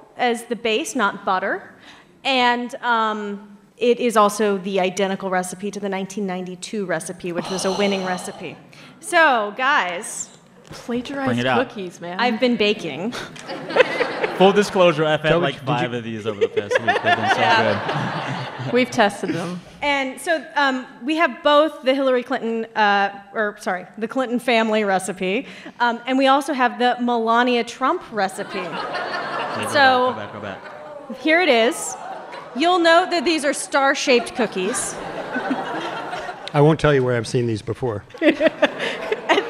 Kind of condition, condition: setting, live audience